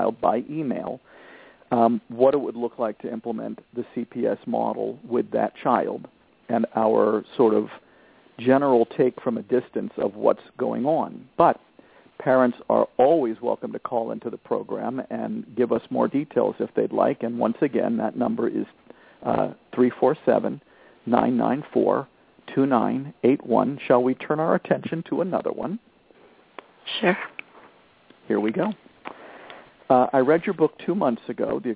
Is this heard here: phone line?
yes